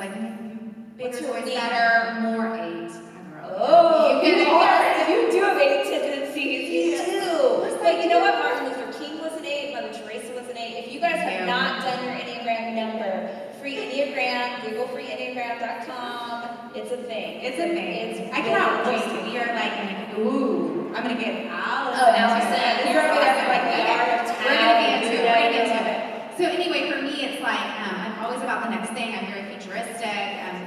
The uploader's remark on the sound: This special BONUS episode of Dais took place on the RISE conference stage in Austin.